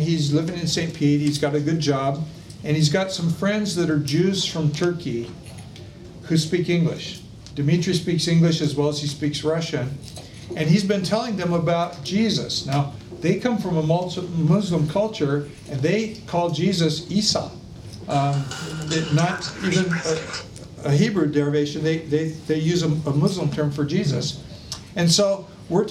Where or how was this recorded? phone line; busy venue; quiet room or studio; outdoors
busy venue